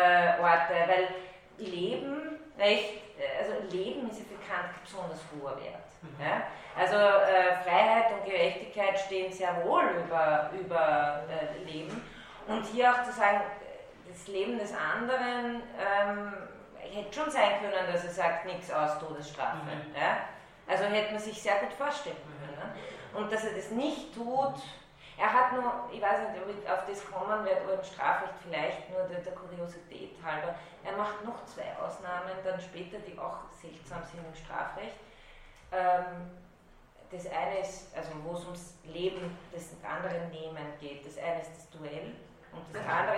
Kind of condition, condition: setting, large echoing room